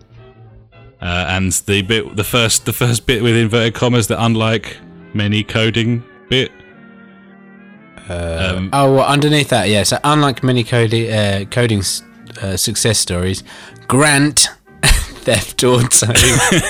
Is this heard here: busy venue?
no